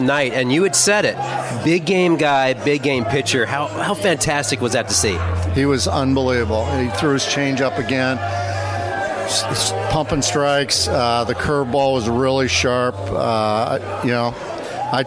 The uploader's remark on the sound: live in the Phillies' clubhouse